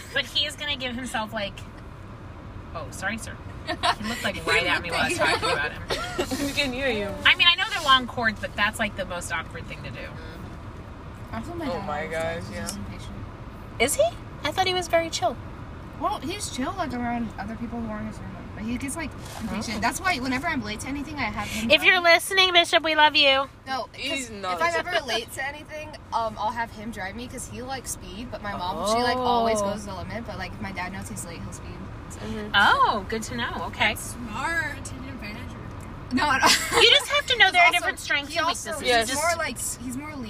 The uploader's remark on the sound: This time we are driving home from the camp out.